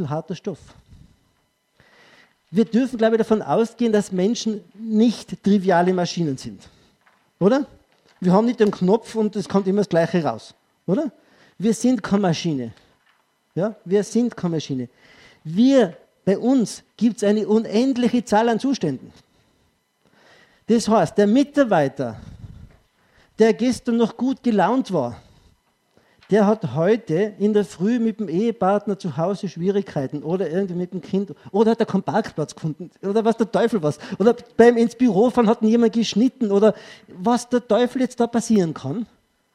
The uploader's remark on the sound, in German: Ausschnitt aus dem ÖGWT-Vortrag